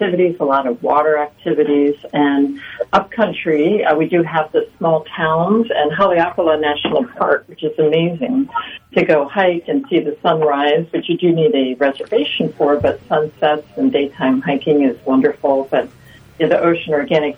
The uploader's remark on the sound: Calling in on the phone from Maui